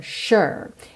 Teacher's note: Essa palavra sure, S-U-R-E, atenção que o S tem esse som de X ou SH, U, não é um U fechadinho